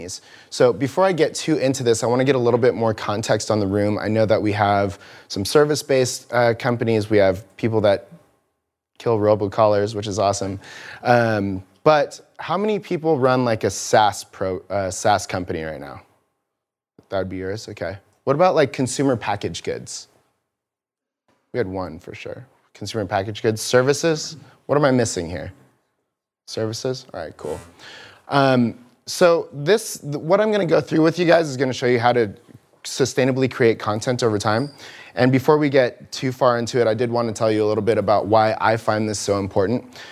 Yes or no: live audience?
yes